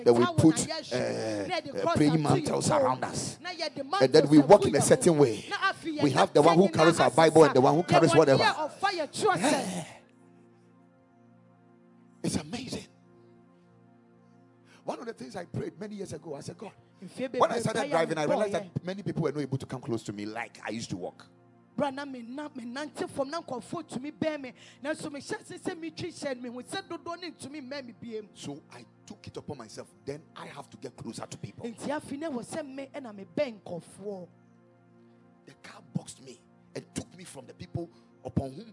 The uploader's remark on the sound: Preached at Spirit Expo Conference 2022.